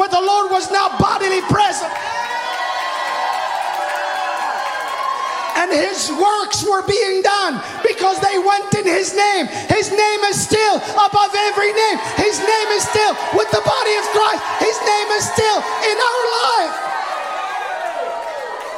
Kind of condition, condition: setting, live audience